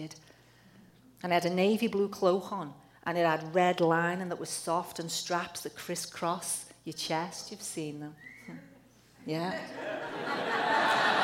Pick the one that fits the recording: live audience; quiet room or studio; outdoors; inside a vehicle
live audience